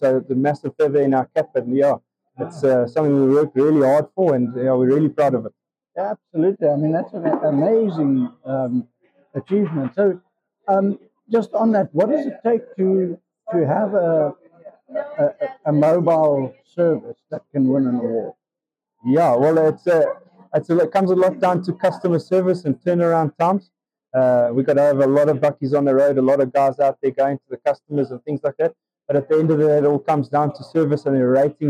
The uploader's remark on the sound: at the #AIE2023 conference.